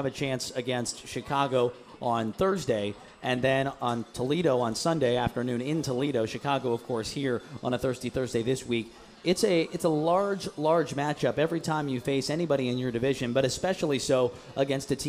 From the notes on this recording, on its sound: LIVE at Gameworks in Newport on the Levee